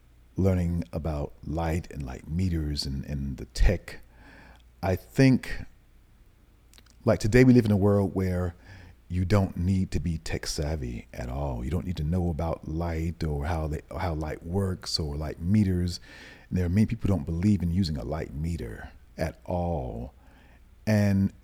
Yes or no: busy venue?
no